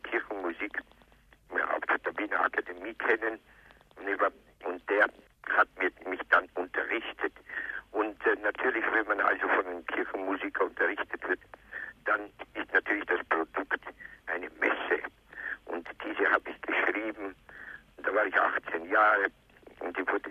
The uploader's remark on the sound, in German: Telefoninterview